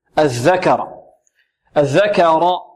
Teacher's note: كاف هذه فيها همس، صفة الهمس سواء كانت ساكنة أو مفتوحة